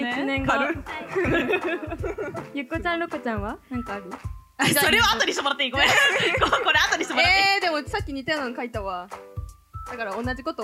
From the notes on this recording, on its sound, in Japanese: BPM主催ライブ「どどっとドットvol.15」（秋葉原ZEST）公開収録の模様をお送りします。